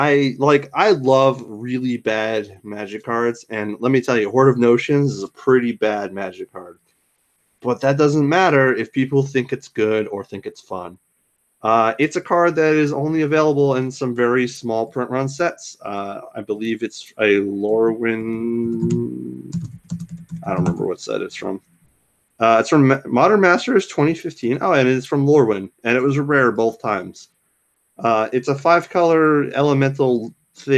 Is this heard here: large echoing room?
no